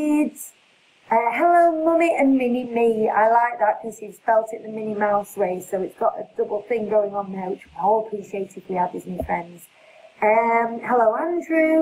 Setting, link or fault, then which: fault, poor sound quality